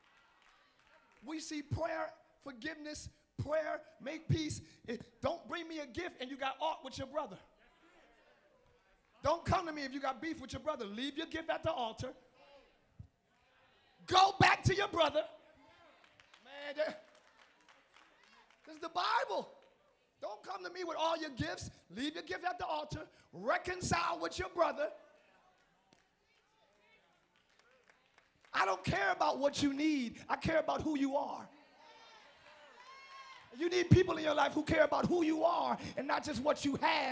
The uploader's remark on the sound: Live Church Orlando